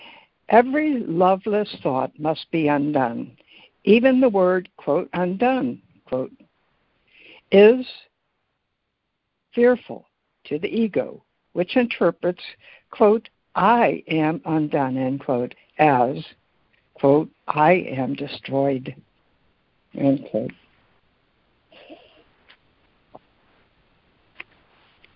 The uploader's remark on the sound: ACIM Daily Conference Call